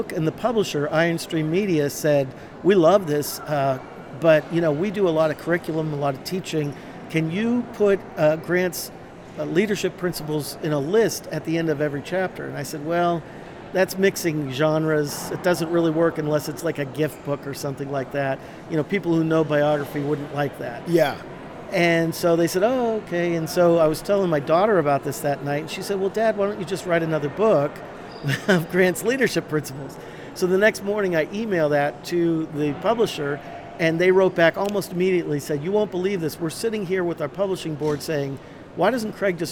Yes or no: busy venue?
yes